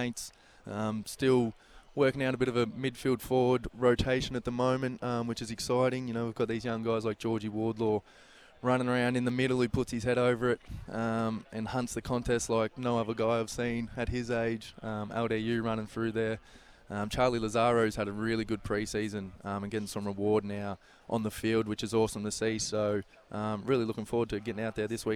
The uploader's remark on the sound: Live at AFL Captain's Day. On SEN.